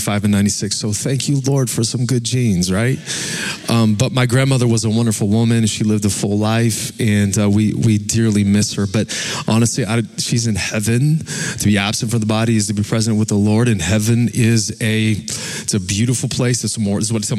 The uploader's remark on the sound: Recorded live at Capital Church, Meridian, Idaho